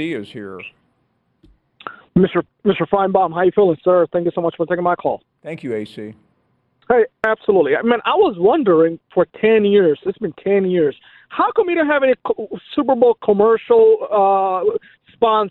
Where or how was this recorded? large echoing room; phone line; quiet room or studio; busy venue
phone line